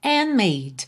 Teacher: Você não ouviu o D de and, que eu já estava fechando os lábios para o M de made.